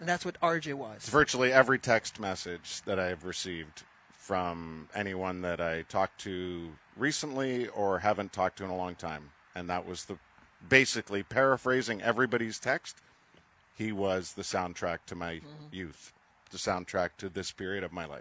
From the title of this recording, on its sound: live at Sabres Alumni golf tournament